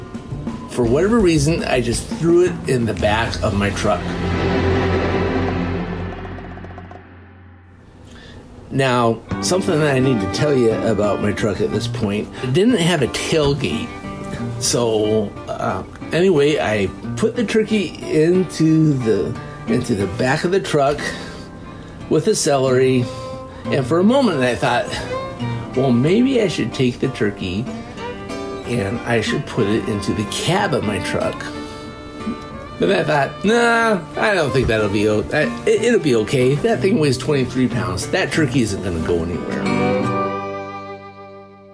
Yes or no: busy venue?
no